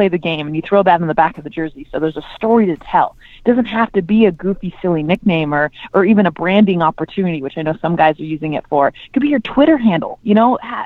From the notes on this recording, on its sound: Got on the phone with ESPN baseball analyst.